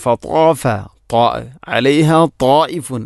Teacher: ഫതാഫ അലൈഹ തായിഫു മിർ റബ്ബിക വഹും നായിമൂൻ, ഇവിടെ ഫതാഫ അലൈഹ തായിഫുൻ, അവിടെയും ത്വാ, രണ്ടിലെയും ത്വാ എന്ന അക്ഷരമാണ് ശ്രദ്ധിക്കേണ്ടത്. ത്വാ എന്ന അക്ഷരം ഉച്ചരിക്കുമ്പോൾ നാവിൻ്റെ മധ്യഭാഗം അണ്ണാക്കിലോട്ട് ചേർന്ന് വരണം